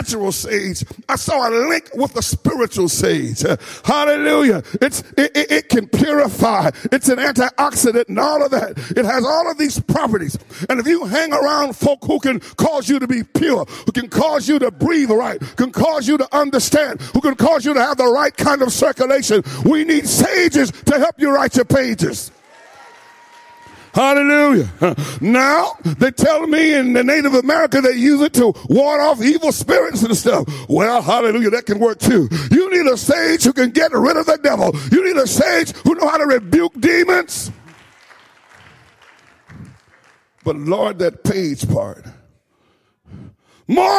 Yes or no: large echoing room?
yes